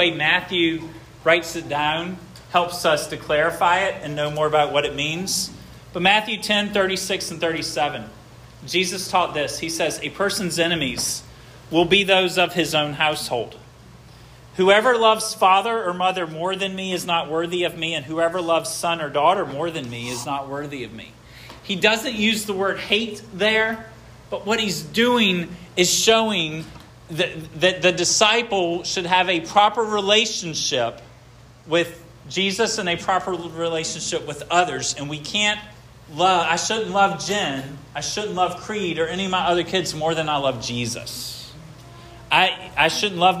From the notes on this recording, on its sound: This sermon was preached at Hope Fellowship